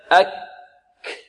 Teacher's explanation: الكاف شديدة مهموسة، الشدة انحباس صوت، والهمس جريان نفس